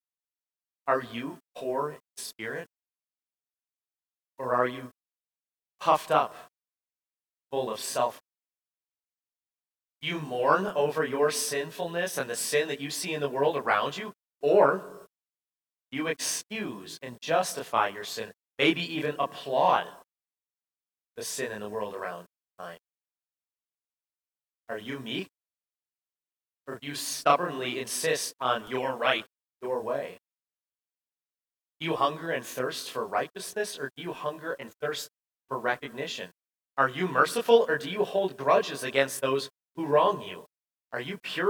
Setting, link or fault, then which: setting, large echoing room